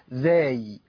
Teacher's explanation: فصفرت أتيت بالصفير في الزاي، ثم مددت، ثم سكنت على الياء